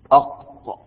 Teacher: أقصى اللسان فوق ويخرج منه القاف أق باستعلاء. · Term: القاف باستعلاء